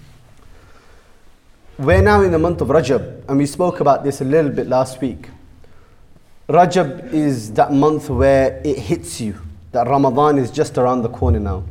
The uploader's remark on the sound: Jummah Kuthbah | Friday 6th April 2018 | Bashir Ahmed Masjid Southampton